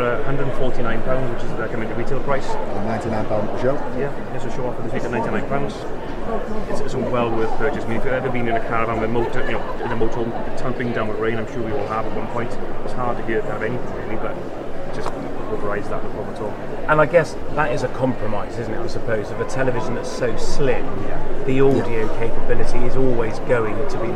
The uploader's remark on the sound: The Motorhome and Caravan Show 2022. We were then joined on our own stand by audio-visual market leader AVTEX. Don't forget to come and meet the team on stand 9.32B - and look out for us walking around the show recording content live!